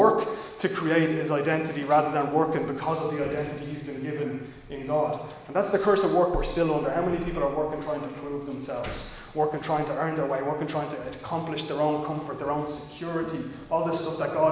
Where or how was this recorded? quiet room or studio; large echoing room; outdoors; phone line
large echoing room